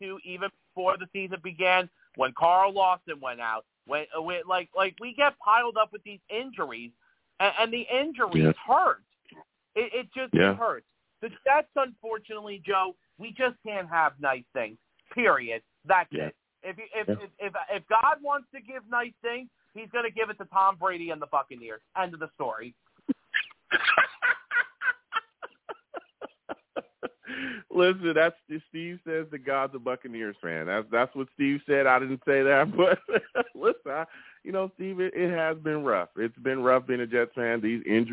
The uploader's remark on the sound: I also take live callers!